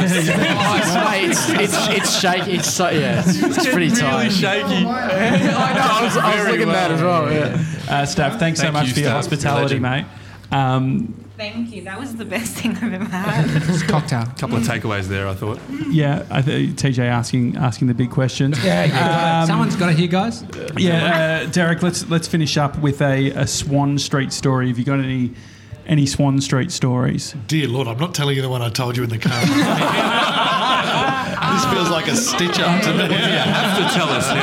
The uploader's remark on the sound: Salona On Swan Street. Today we're live from Salona in Richmond.